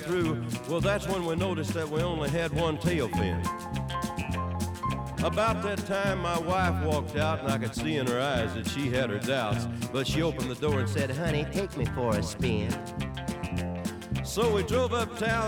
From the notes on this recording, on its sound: We recorded this show as-live at the XOXO festival in Portland! Thanks to Stream PDX for the studio.